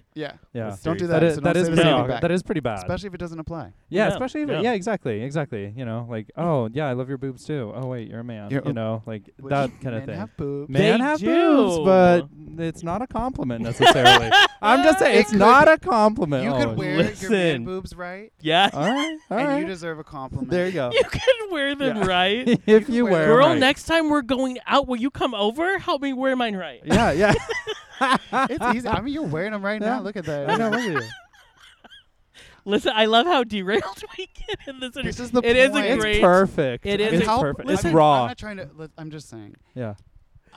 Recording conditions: outdoors